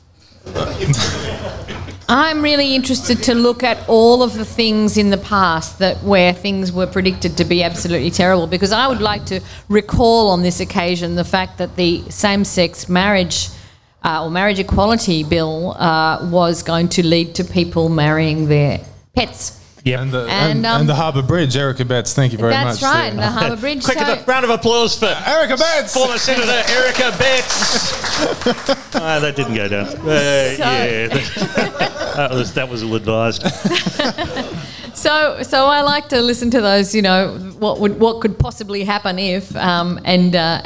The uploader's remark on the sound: At Sydney's Royal Exhibition Hotel in Surry Hills with an enthusiastic live audience.